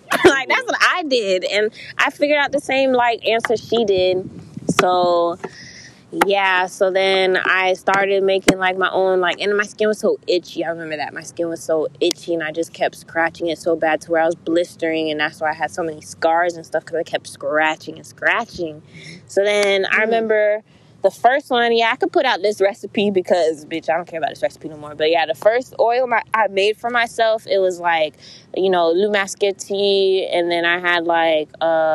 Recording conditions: outdoors